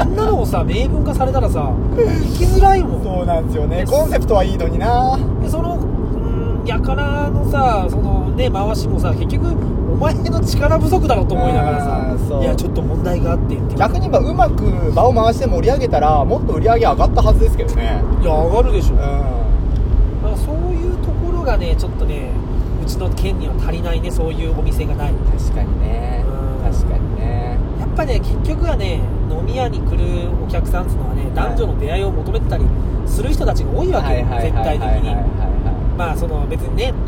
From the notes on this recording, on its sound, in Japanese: 営業中の車の中で。